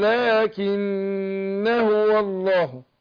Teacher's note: يبقى الألف هنا بتاع لكن هو الله، الألف هنا بيسقط في الوصل ويثبت في الوقف، يعني لا أقف عليها أقول لكن لو أوصل ما بتحذف، أقول لكن هو الله.